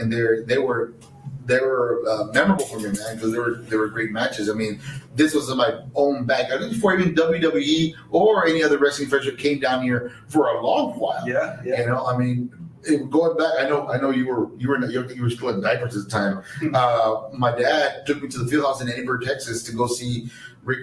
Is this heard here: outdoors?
no